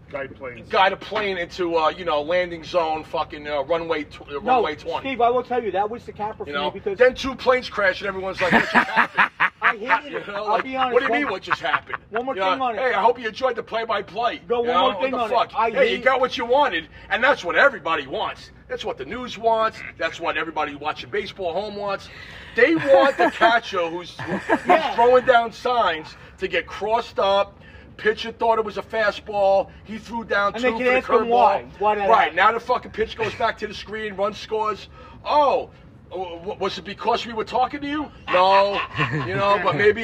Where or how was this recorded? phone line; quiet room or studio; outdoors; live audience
outdoors